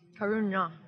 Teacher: this is a retroflex N. So when you say it, you have to curl your tongue so that the bottom of your tongue is touching the roof of your mouth.